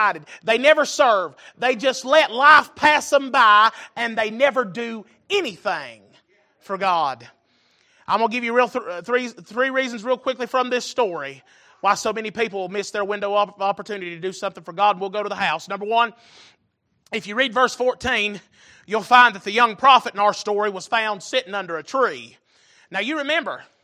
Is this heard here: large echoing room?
yes